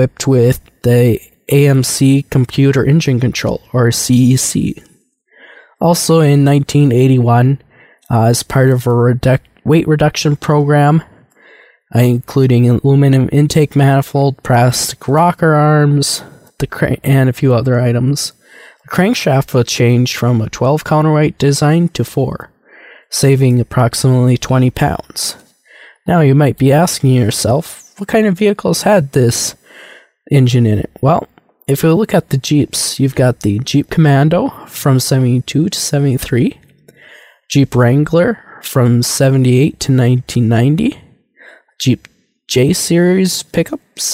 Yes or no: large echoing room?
no